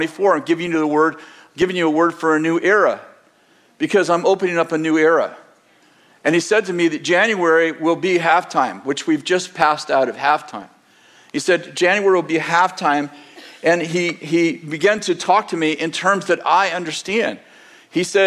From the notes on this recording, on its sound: At Bethel Church in Redding, CA.